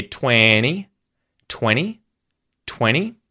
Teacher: 20 has that NT, so the T is muted and you hear 20, 20, 20.